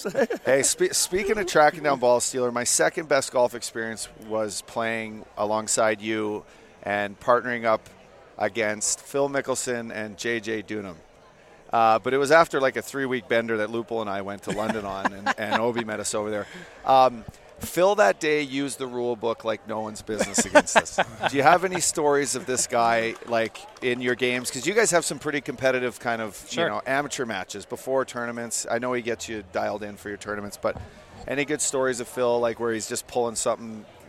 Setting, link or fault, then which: setting, busy venue